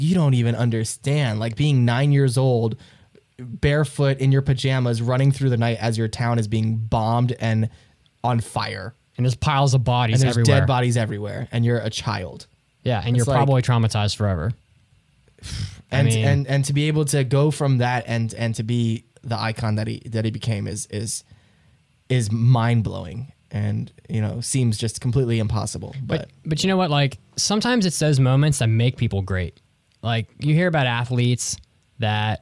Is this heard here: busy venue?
no